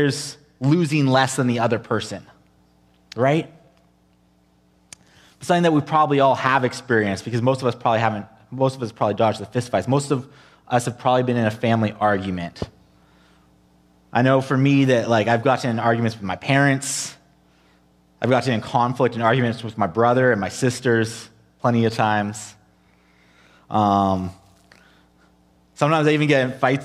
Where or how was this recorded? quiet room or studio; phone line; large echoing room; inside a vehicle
large echoing room